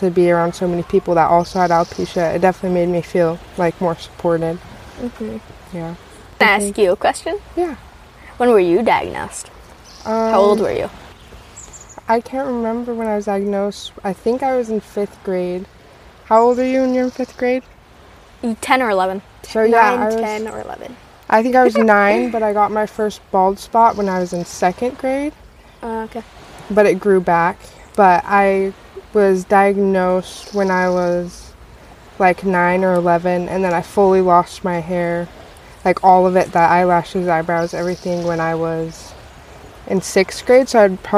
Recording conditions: sounds in the background